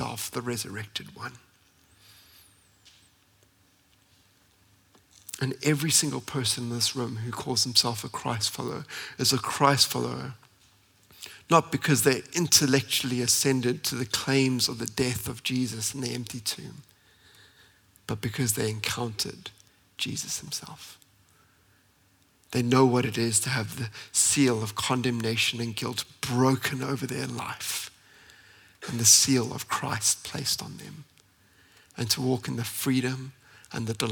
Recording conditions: large echoing room